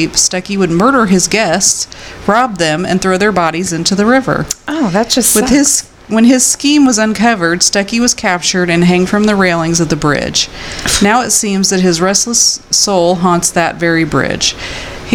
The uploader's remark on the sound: sorry for the feedback in the recording